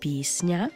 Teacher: А в нашому слові «пісня», «С» та «Н» стоять разом і пом'якшуються одночасно. · Term: уподібнення за м'якістю